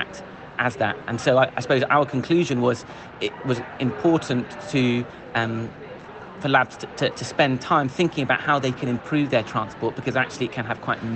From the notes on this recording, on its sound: live from Copenhagen, Denmark, for the 33rd European Congress of Clinical Microbiology & Infectious Diseases (ECCMID 2023)